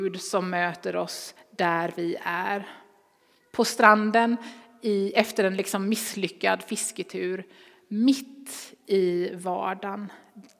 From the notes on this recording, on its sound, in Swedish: Inspelning från Immanuelskyrkan Skövde.